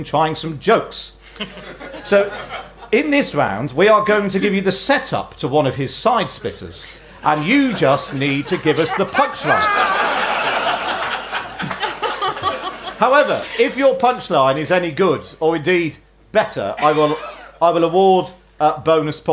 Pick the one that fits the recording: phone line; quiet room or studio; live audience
live audience